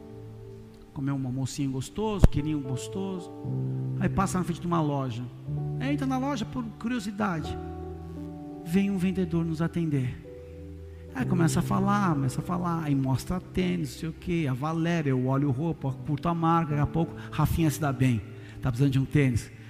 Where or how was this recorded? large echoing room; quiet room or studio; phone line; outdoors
large echoing room